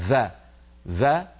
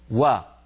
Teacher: إخواننا الأتراك في لسانهم يخلطون لما ينطقون حرف الواو يخلطونه بالفاء بحرف في · Shown in: first take · مثلا يقولون فا فا، يعني عندهم وا، إذا أرادوا أن يقولوا وا يقولون فا، هذا بالكلام التركي.